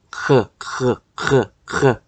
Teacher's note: ให้มันเสียดแทรกนะครับแต่ว่าไม่ไม่ให้เส้นเสียงมันสั่นมากเกินไปไม่ให้มันก้องครับ